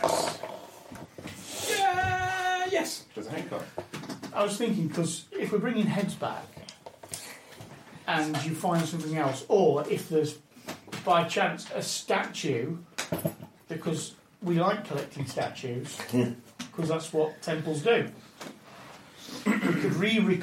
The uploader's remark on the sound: I also (rather cheekily) include a recording from a visit to the Royal Armouries in Leeds. This is my personal Dungeon Mastering Diary and roughly recorded, badly edited, and very raw.